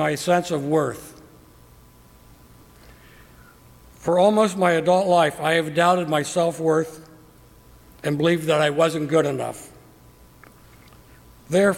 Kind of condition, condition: setting, large echoing room